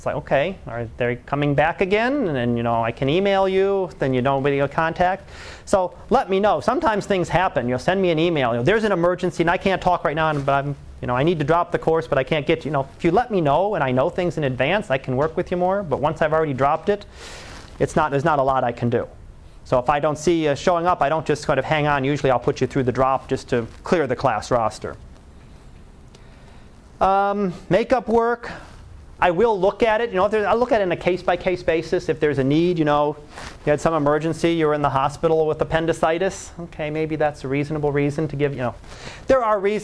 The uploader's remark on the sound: Live Class Lecture